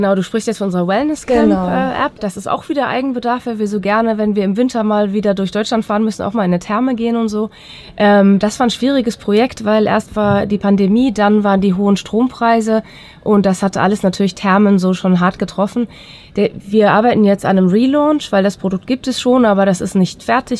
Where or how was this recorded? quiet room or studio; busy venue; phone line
busy venue